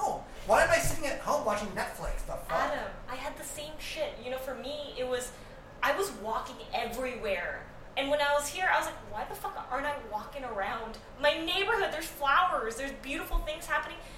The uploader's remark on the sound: Yes we know the sound sucks. We messed up.